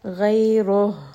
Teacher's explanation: are giving it همس bringing it up from the chest غيره give it a lot of air and make sure it's coming deep not from the middle of the throat or the top of the throat but from the bottom close to the chest